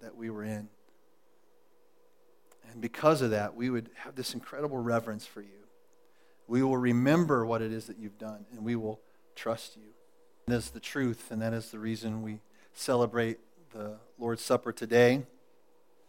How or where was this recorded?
large echoing room